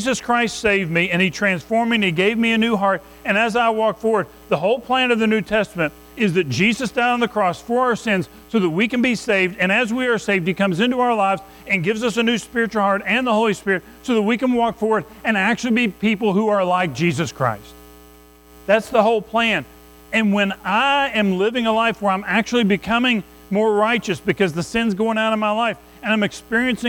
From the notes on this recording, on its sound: Recorded at Madison Baptist Church in Madison WV